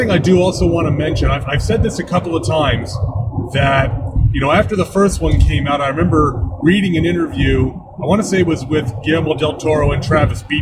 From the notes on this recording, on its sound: The audio is not up to my normal standards since I was recording in the mobile studio